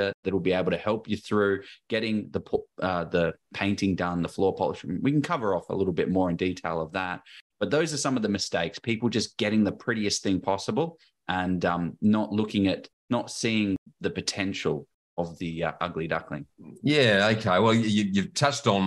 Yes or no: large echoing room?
no